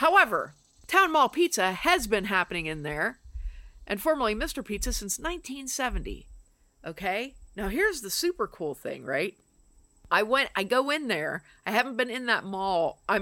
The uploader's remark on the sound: apologies for the background noise, we recorded on the porch